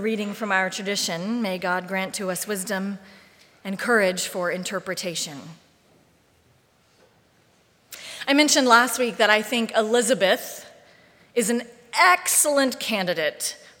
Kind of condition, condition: setting, large echoing room